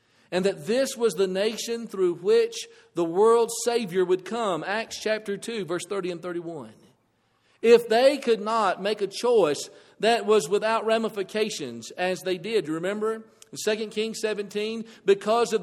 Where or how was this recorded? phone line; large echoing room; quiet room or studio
large echoing room